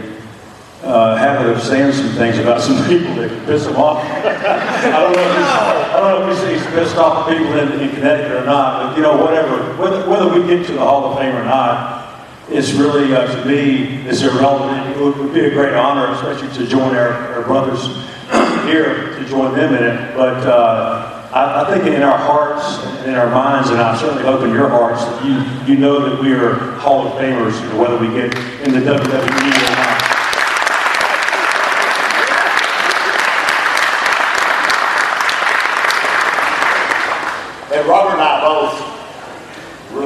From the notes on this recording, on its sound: we play the full audio from the VIP Meet & Greet from the Crockett Cup forum